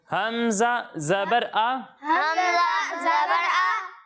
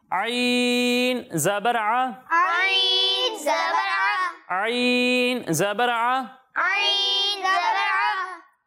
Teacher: اور جب ہم عین کی ادائیگی کریں گے تو اسے حلق کے بیچ والے حصے سے پڑھیں گے · Shown in: second take · درمیان والے حصے سے پڑھیں گے.